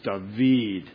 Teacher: You put the accent on the last syllable in Hebrew, generally, not the first.